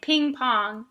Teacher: the vowel should travel from the front of the mouth toward the back of the mouth